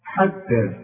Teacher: ما تنساش النون لازم تغنها